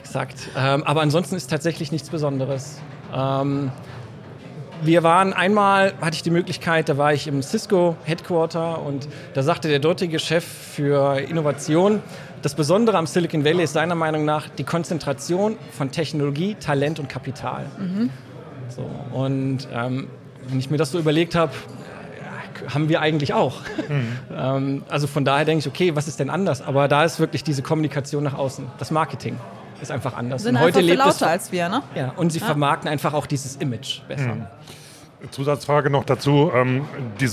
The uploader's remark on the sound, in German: LIVE vom DIT 2023